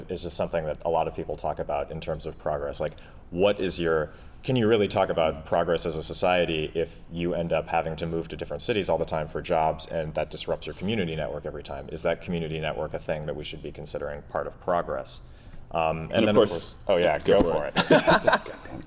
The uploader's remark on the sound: a panel they gave at South by Southwest Interactive